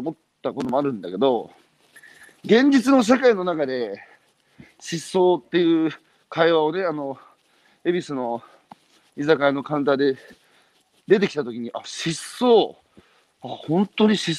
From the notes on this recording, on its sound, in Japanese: 歩きながら1時間、対談する。